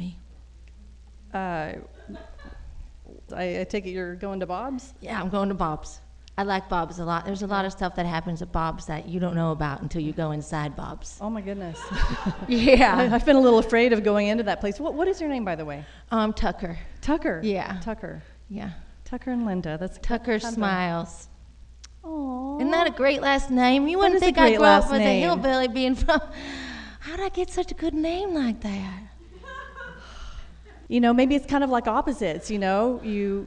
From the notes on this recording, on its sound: Live at the 2nd annual SF Femprov Festival